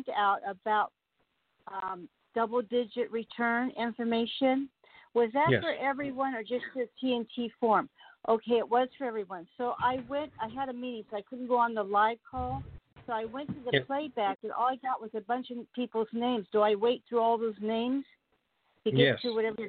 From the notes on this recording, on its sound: Conference Call